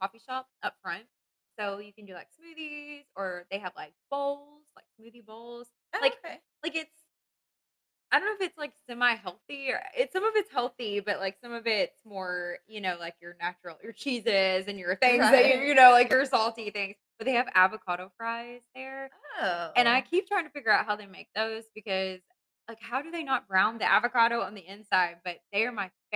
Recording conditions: poor microphone